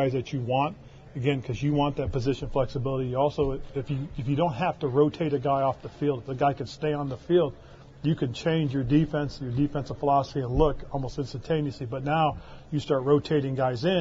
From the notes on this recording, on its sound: held a press conference from the NFL Combine